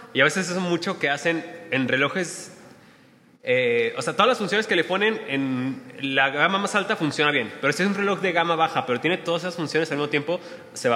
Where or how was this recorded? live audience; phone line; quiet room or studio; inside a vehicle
live audience